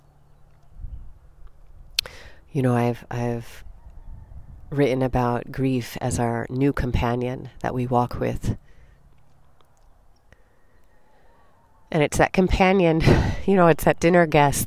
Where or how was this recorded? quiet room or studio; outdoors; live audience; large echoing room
outdoors